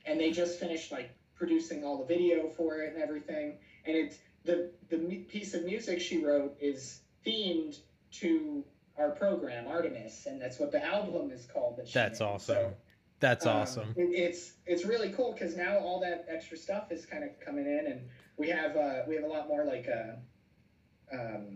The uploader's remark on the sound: This is the first video with the new microphone and new recording software (OBS Studios), and I'm still working out some kinks. Please excuse any glitches in the sound and/or video.